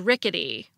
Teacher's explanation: This happens in words such as rickety, where the second and third syllables are unstressed, and the T between them gets flapped